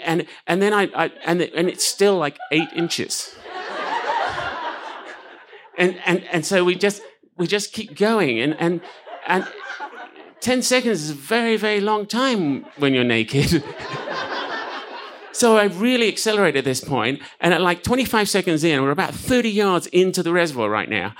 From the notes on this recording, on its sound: This story was recorded live at Buntport Theater.